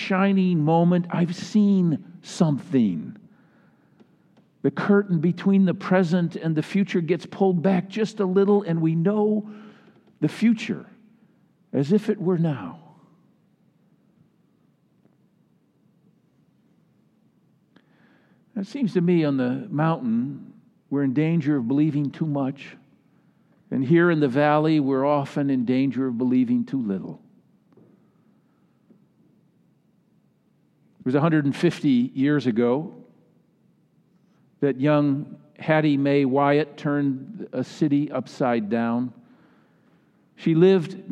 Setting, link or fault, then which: setting, large echoing room